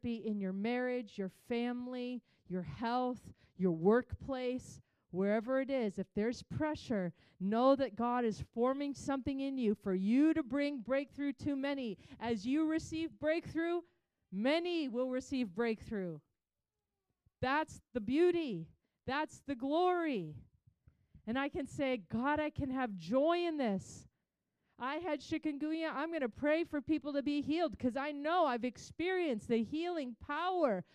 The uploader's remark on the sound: Recorded on March 26, 2023 at Crossing Life Church in Carmel, ME.